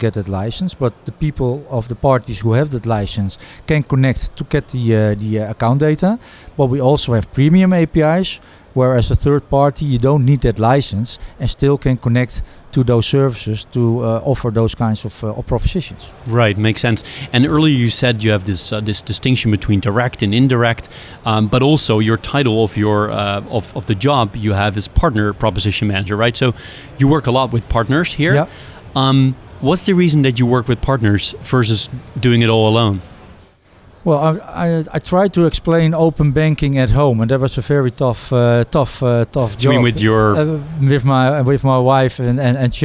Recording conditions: busy venue